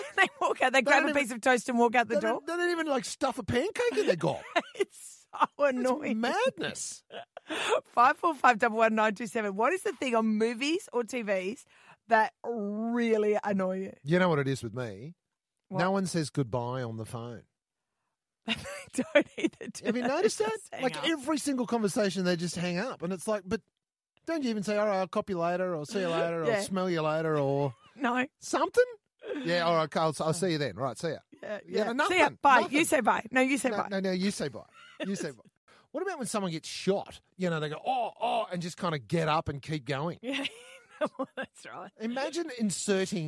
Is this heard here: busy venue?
no